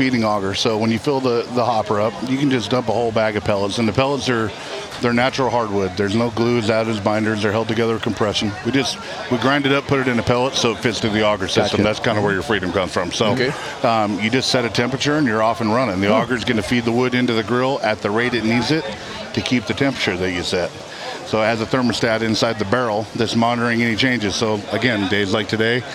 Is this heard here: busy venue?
yes